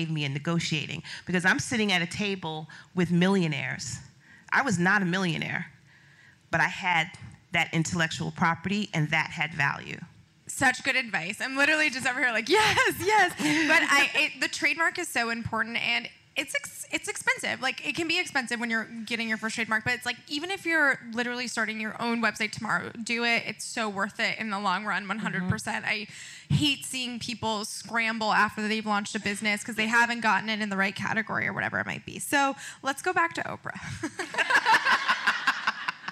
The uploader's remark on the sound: Live from the WorkParty Tour